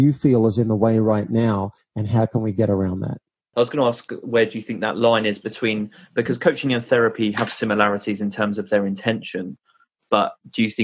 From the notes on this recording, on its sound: Apologises for the audio quality in this episode, I hit a few technical problems prior to recording and so we had to switch to using Zoom